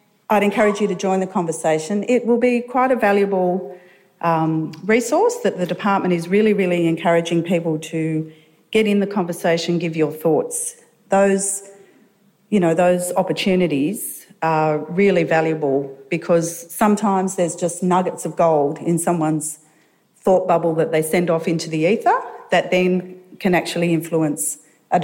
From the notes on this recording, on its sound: Conference presentations from the Victorian Government's Realising the Potential Conference. The audio for this session has been generously provided by the Victorian Department of Education and Training.